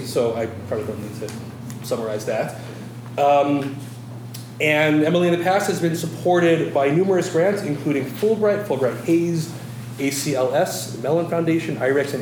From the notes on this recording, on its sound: During this talk at the University of Washington